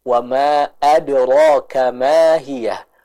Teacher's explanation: Pada kata adra, huruf ra-nya ditebalkan Ibu karena dia berharokat fathah.